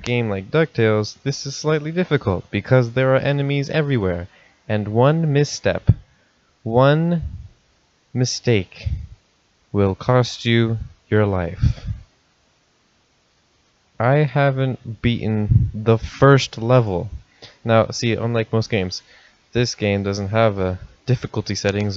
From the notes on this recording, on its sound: I'm still working on fixing the mic!